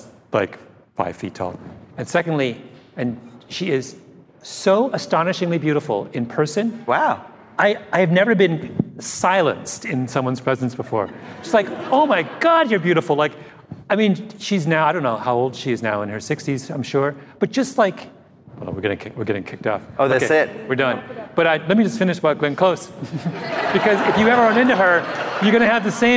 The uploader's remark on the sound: Live From NYC's Advertising Week. Host a live podcast event for NYC's Advertising Week.